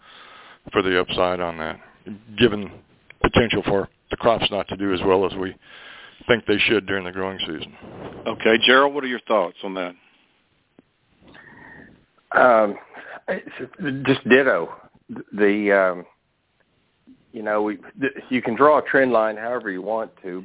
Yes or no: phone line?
yes